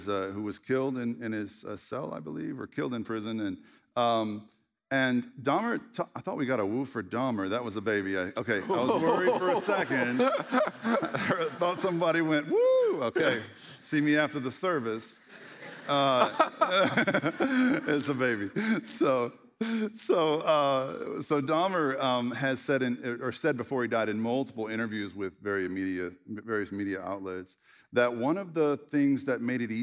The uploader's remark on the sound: At The Story Church. A special live conversation.